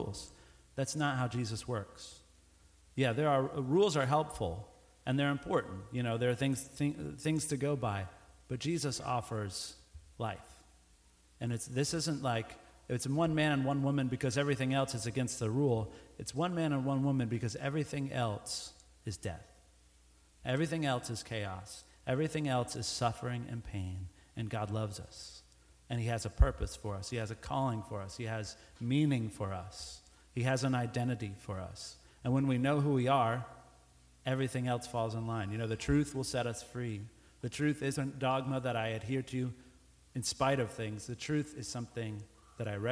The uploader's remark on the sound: Recorded Live.